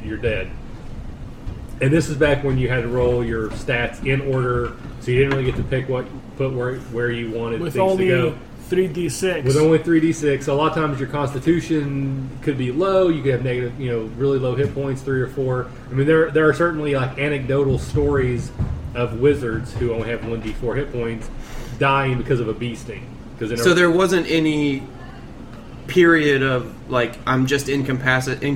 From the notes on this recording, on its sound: We have moved back to recording my house again and there’s a little background noise to deal with. We’ve actually invested in some higher-end recording equipment.